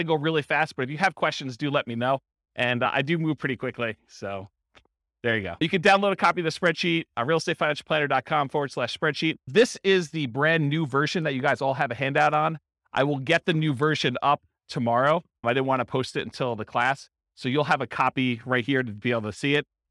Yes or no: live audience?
yes